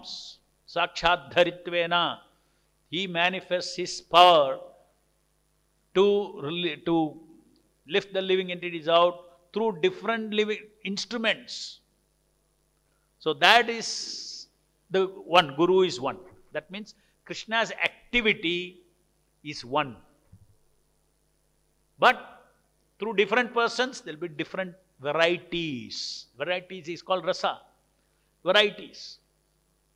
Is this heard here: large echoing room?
yes